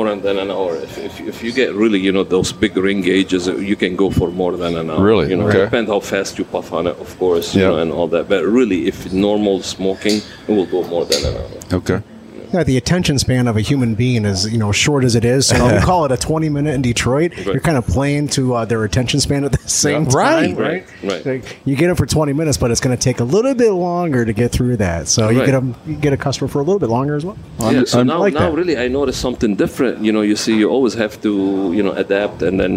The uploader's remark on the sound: We broadcast live at La Casa